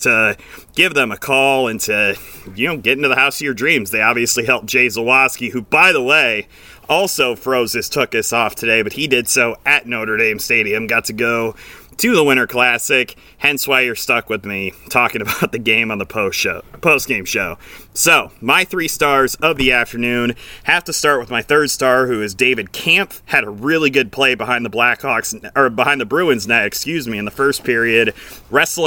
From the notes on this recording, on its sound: The NHL Winter Classic has come and gone. Taking this postgame show outside!